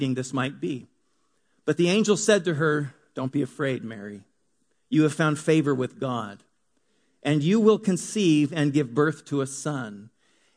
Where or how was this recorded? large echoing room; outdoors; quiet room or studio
large echoing room